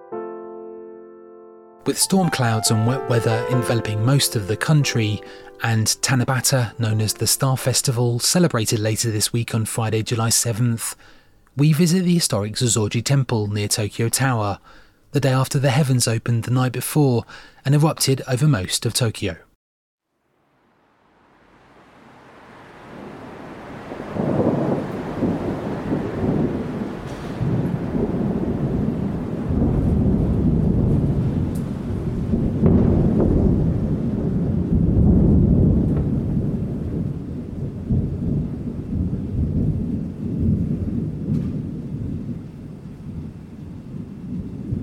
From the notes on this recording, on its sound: Arts Culture Tourism from Tokyo (Thunderstorms and Zōjō-ji Temple). We visited the historic Zōjō-ji temple near Tokyo Tower, the day after the sky opened and erupted over most of Tokyo the night before.